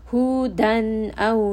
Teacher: Here we have a tanween followed by letter of the throat, hamza. So this is going to have idhar. Noon sound is going to be clear.